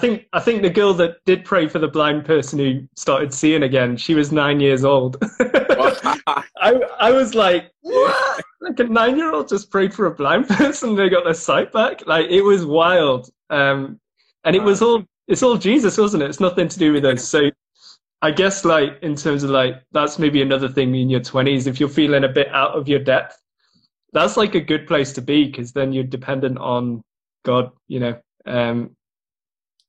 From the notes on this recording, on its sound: got to jump on Instagram Live